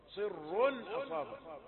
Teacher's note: عندما وصل فتأخذ الراء حقها فهي مضمومة تكون مفخمة. كمثل ريح فيها صر أصابت حرث قوم صر أصابت فهنا مفخمة، إذا وصلت فهي مفخمة لأن ضمتها موجودة في الوصل، لكن إذا وقفنا عليها وقبلها كسر فيها صر يعني تكون الضمة لم تأتي بعد فيها صر، حكمها الترقيق وقفا وحكمها التفخيم وصلا.